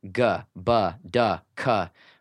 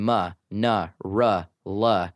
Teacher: Ga, ba, da, ka are more percussive than ma, na, ra, la. · Term: percussive consonants